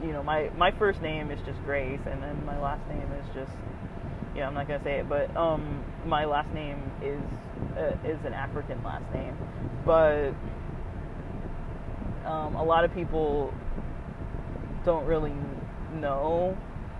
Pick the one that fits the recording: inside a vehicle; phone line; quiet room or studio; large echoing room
inside a vehicle